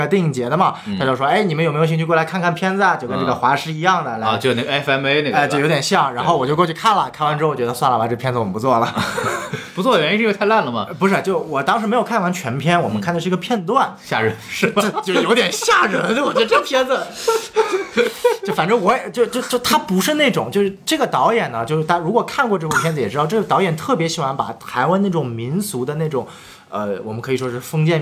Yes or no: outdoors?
no